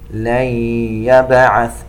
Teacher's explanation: نون ساكنة وبعدها حرف الياء إدغام بغنة